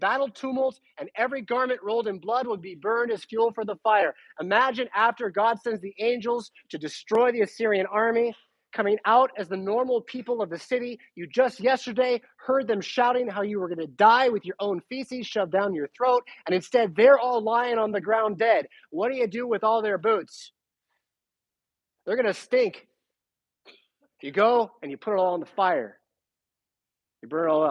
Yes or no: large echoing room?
yes